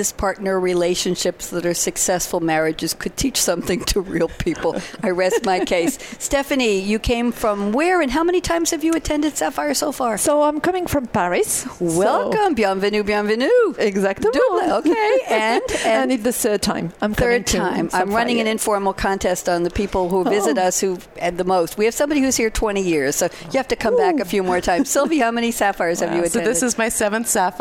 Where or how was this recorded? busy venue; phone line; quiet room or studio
busy venue